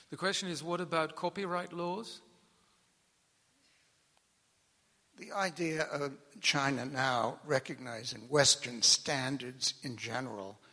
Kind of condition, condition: setting, large echoing room